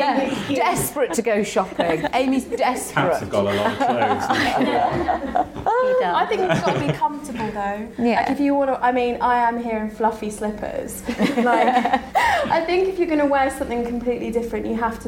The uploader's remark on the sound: Following Wobble Live at Byrdie HQ in Central London. Wobble listeners and Byrdie super fans asked questions.